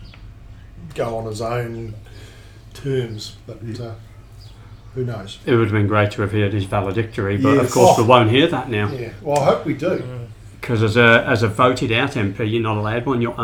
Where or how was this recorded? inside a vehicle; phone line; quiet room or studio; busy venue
busy venue